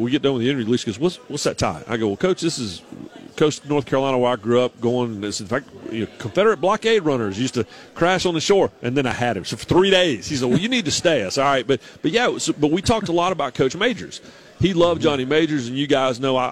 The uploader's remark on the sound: live from SEC Media Days